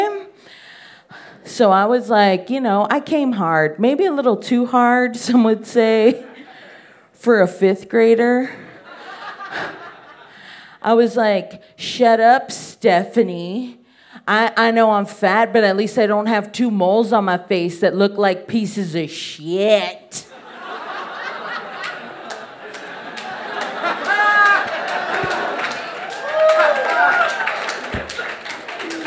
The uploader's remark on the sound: Told this story live on 25 August 2018 at High Plains Comedy Festival. Told this story live on 25 August 2018 at High Plains Comedy Festival.